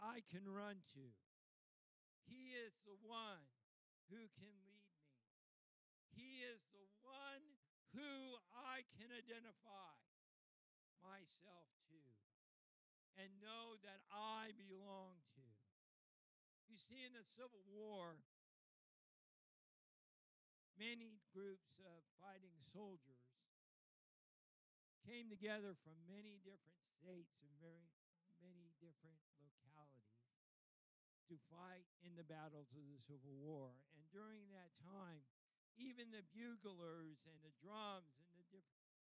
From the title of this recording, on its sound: Mt. Zion Church Live!